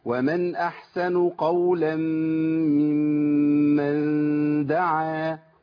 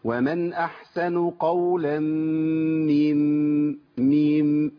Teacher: ومن احسن قولا ممن دعا كده، جبت ميم واحده بس زودت زمانها شويه، لكن انا عندي الكسر بيخليني افصل بين الميمين. ومن احسن قولا ميم، الحركه دي الهيئه دي هيئه الخفض دي بتفصل بين الميم الاولى والميم الثانيه.